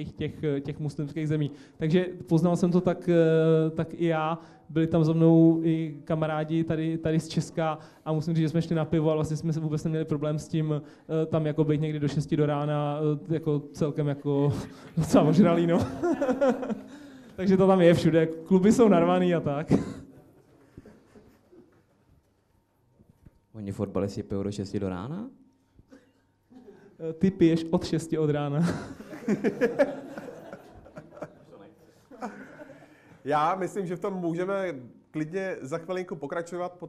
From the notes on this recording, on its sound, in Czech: Premiérově se natáčelo před živým publikem.